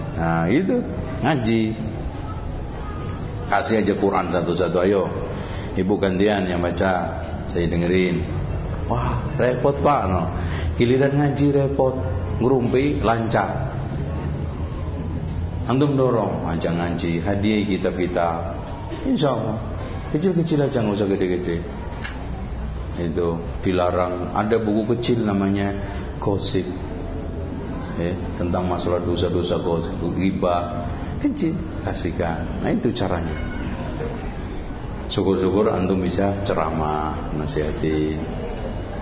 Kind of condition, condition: setting, large echoing room